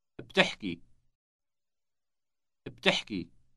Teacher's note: this verb ends in a long E sound